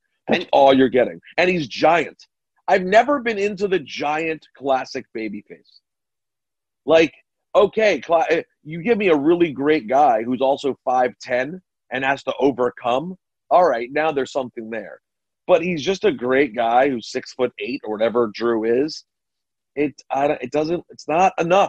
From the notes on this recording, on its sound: jump on a zoom